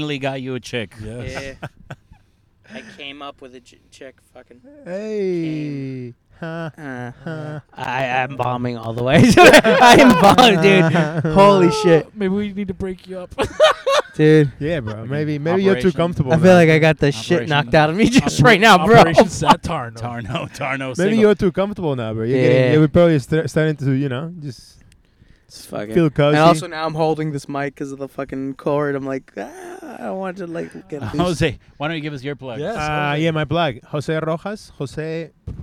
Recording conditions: inside a vehicle